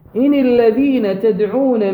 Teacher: النون مكسورة لأنها ساكنة وحركت لالتقاء الساكنين، إن الذين تدعون من دون الله عبادا أمثالكم بفتح اللام مو ضمها، هو ضامها أمثالكم.